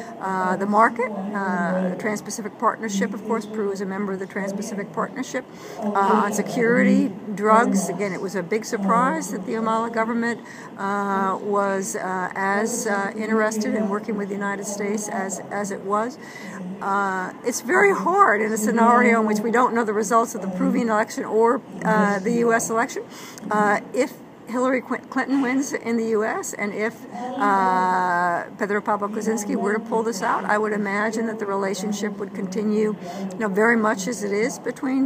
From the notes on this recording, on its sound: The program includes two interviews recorded at the recent Latin American Studies Association (LASA) meetings in New York City.